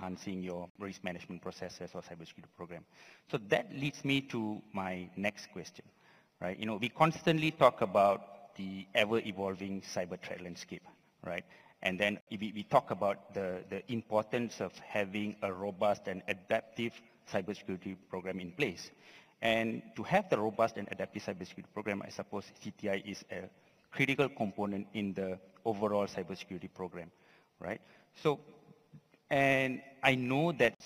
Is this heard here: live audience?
yes